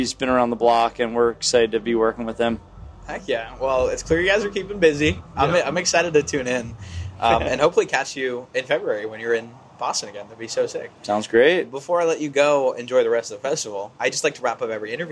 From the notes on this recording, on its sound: Live from In Between Days Festival. Live from In Between Days Music Festival.